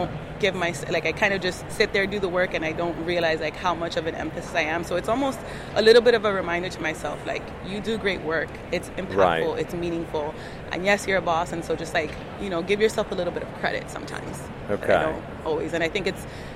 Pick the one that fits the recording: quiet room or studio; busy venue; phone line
busy venue